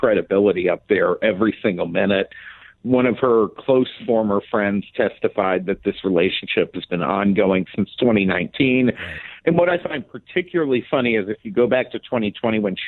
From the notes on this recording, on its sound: By phone for the full hour.